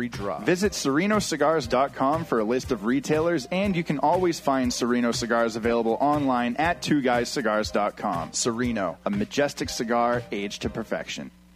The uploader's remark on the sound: Live from Two Guys Smoke Shop; The Cigar Authority.